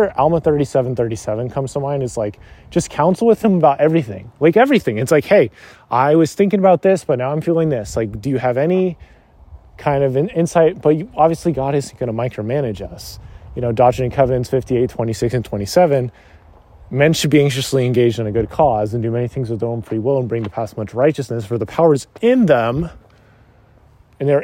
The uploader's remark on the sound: This was recorded while on a walk through my parent's neighborhood. There may be the sounds of cars and driving and that is 100% intended haha.